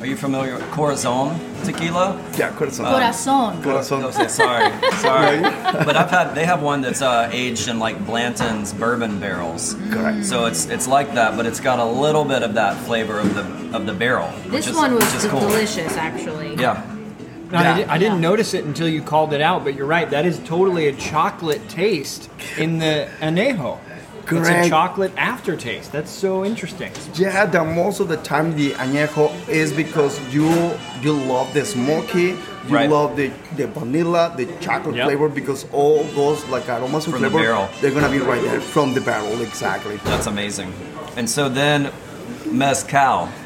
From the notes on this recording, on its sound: record LIVE inside their favorite EPCOT attraction, La Cava del Tequila!